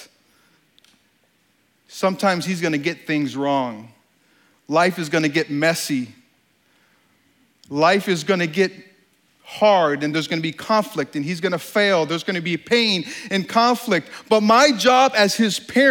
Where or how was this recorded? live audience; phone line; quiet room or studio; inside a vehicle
live audience